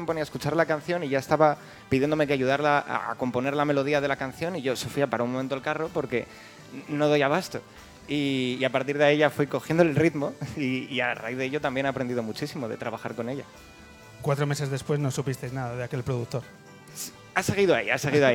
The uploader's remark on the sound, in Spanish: nos regala tres canciones en directo durante la entrevista del penúltimo programa de El Hombre que se Enamoró de la Luna en el escenario de Casa Corona.